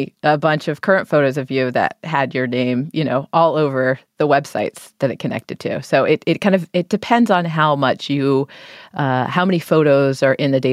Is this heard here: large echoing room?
no